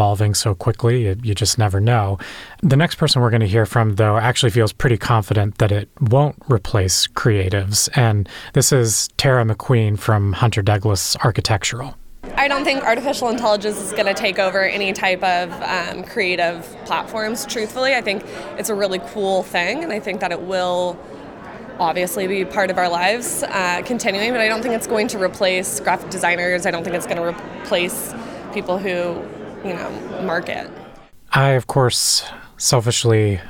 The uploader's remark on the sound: we're in the field, gathering the thoughts and insights from the marketers we spoke with at Neocon